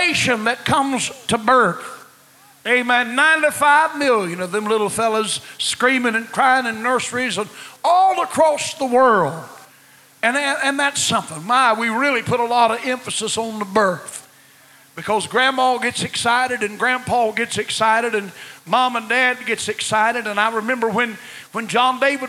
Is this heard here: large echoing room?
yes